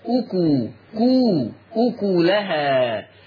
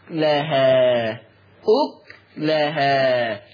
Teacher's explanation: اما ورش عن نافع فيقرأ بسكون الكاف · Shown in: second take